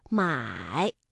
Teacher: 三声我们在读音的时候呢是先降下来，然后再扬上去